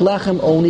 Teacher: But when you read it, there's no difference in the pronunciation between an Ayin and an Aleph. So it sounds like Lechem Oni with an Aleph.